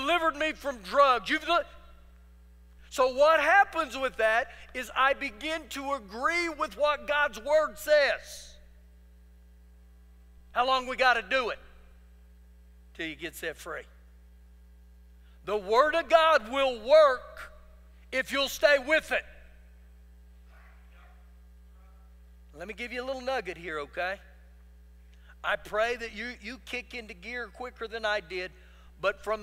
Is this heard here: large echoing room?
yes